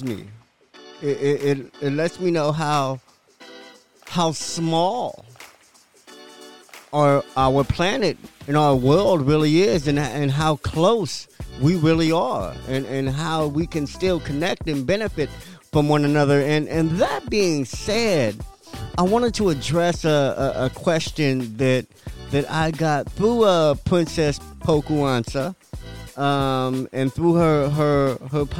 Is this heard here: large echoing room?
no